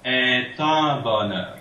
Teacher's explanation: you go from an open E on E, the first word, to the OE nasal